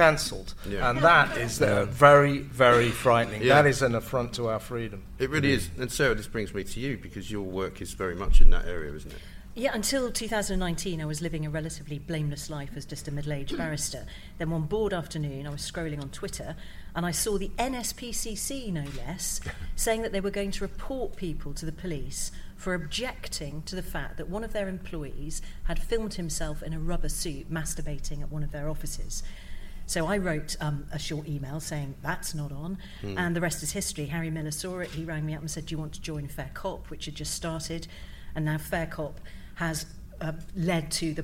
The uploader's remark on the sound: LIVE from The Battle of Ideas Festival!